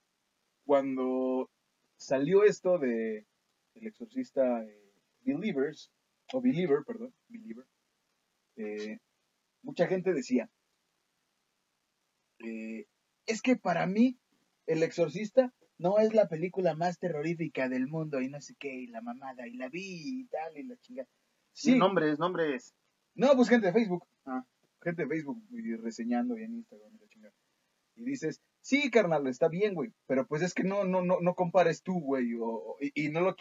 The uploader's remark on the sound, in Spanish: DISCULPE LOS PROBLEMAS EN EL AUDIO, UN DEMONIO SABOTEO ESTE EPISODIO.